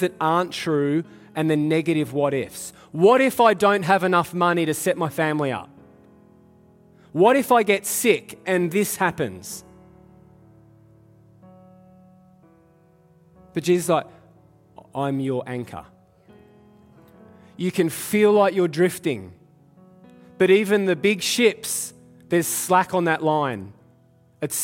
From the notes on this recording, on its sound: Live at Echo Church Melbourne